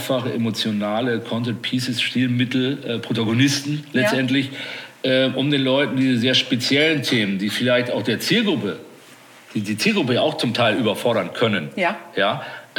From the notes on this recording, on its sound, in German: in unserem Live-Podcast „Monsters of Content Marketing” live vom #KKongress in Berlin